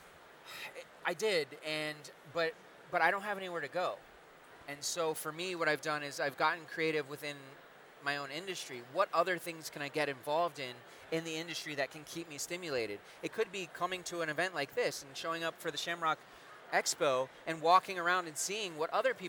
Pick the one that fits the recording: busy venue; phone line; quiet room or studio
busy venue